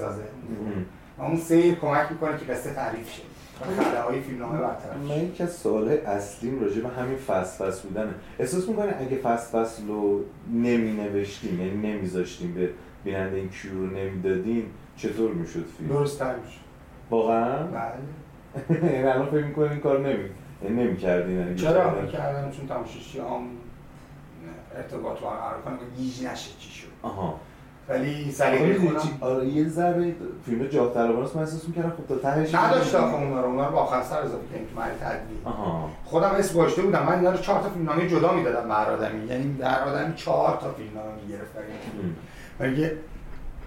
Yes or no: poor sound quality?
yes